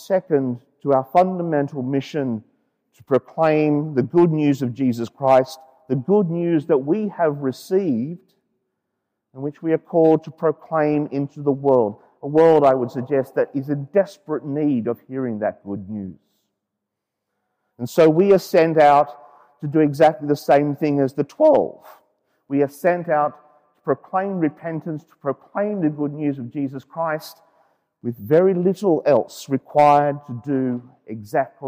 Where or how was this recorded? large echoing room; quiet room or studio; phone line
large echoing room